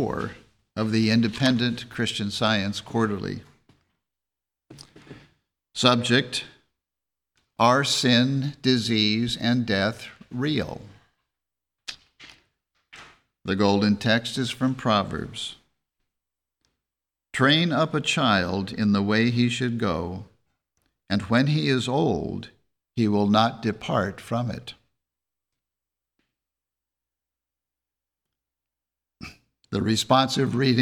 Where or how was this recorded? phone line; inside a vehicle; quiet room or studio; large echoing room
large echoing room